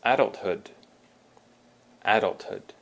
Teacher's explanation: Adulthood, with the emphasis on the first syllable, the ad.